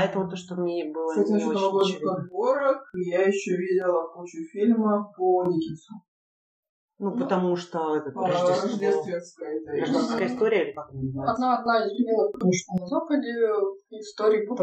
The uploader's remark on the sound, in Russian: Звук в выпуске чудит. Не стали рисковать и делать дубль 2.